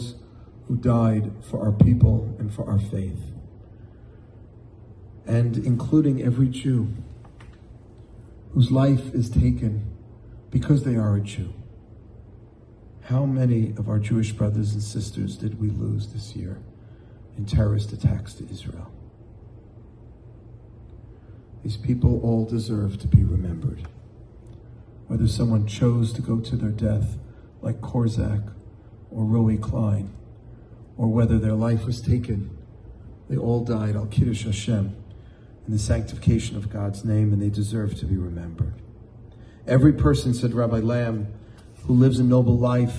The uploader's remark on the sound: In front of a packed audience of young Jewish professionals.